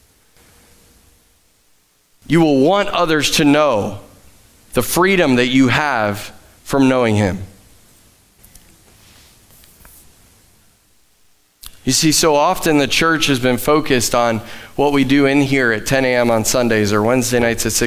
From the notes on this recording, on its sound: Live from The Summit Church in Dover, OH